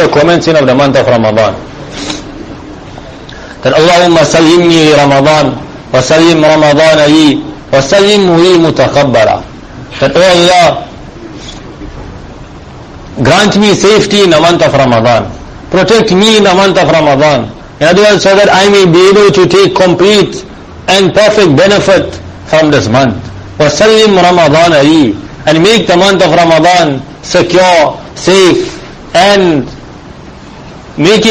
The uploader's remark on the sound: Jumuah lecture at May street Masjid